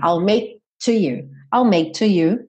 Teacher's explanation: Na área da glote, você chega a fechar como quem vai fazer o K. Você sente lá a região da língua indo para trás, I'll make, só que você não solta o som. Já vai direto pro T.